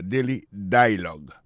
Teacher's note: Alors, accent tombé sur le premier syllabe là · alors, il pèse plus sur le premier syllabe là. Daily Dialogue.